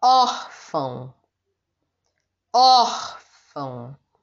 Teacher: O or é mais forte. O or não é a última sílaba dessa palavra, é a penúltima. Se é a penúltima sílaba dessa palavra é uma palavra paroxítona.